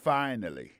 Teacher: Accent tombé sur première syllabe là.